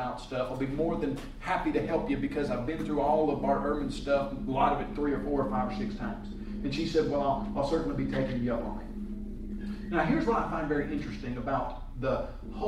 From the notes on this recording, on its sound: A class presentation. At the Ministering 2 Youth Conference 2014.